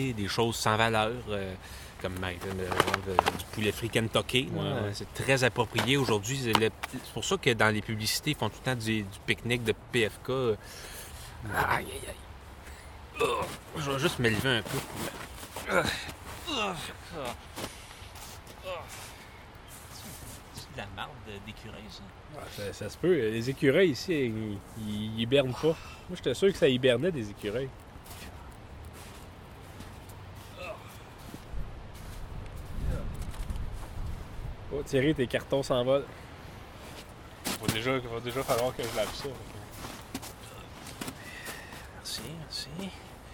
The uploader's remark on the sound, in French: Nous avons également rencontré des auditeurs lors de l'enregistrement de cet épisode, ce fut un grand plaisir! Enregistré au Parc Thomas-Chapais dans Tétreaultville à Montréal.